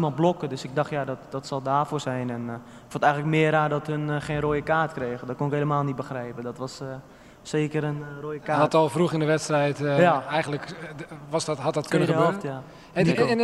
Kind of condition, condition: setting, live audience